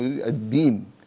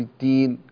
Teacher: خلي الدال كده أقوى شوية، لا نقول التين كأنها تاء